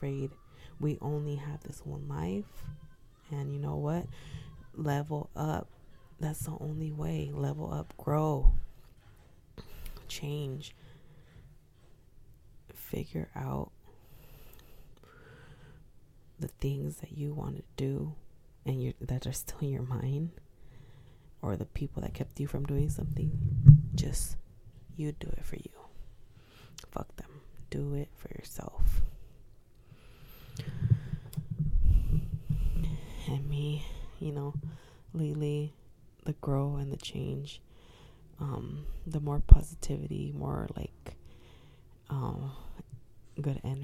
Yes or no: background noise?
yes